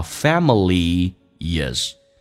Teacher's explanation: Supporting 这个单词，美式发音那个 t 要浊化，两个元音中间所加的辅音要被浊化。Supporting 跟 a 可以有一个连音。ing 结尾把 g 可以去掉，用 n 进行连音，叫 supporting afamily。记住 family 最后是一个长元音， family 不是短元音哈，这是很多人的一个误解。那么同时呢，跟 is 可以有一个连，可连可不连。如果要连的话，元音跟元音之间连，不是加我就是加也，这个加个也，叫 familyis。